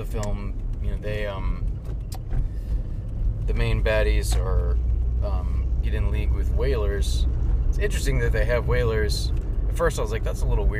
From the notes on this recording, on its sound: Jump in the car with the Irreverent Nerds as we travel to and from the theatre.